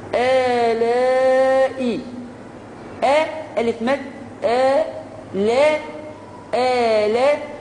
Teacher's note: ألف مد عند الهمزة في نفس الكلمة مد يوجد متصل أربع حركات